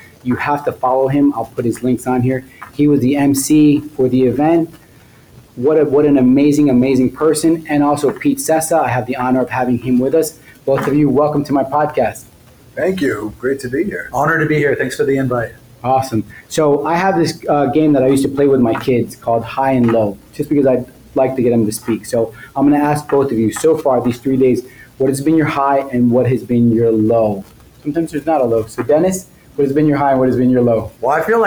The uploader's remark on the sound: Live at Cannadelic Miami